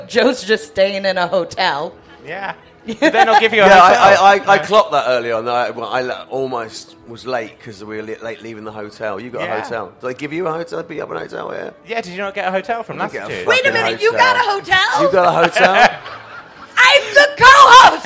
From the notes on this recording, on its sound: Live at Latitude Festival. It's a first for us - a live recording and as we were at a festival it seemed like "festivals" would be a good topic of conversation.